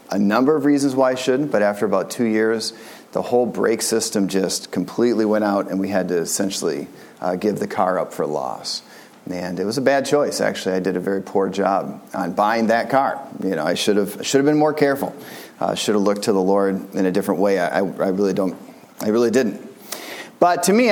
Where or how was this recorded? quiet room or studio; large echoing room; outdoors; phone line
large echoing room